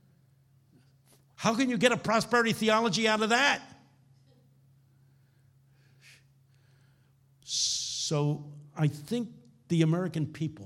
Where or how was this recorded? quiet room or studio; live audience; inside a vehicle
live audience